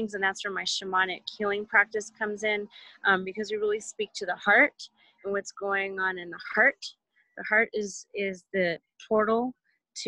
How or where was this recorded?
video call